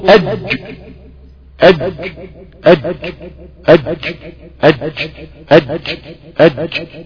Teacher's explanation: في نص لسانك كده من النص كده بيقوم قافل لك المخرج خالص والهواء بينحبس والصوت بينحبس في الخلف، وبعدين لسانك ربنا بيكرمه كده بيقوم فك الموضوع شويه بيقوم خارج الصوت. · Term: انحباس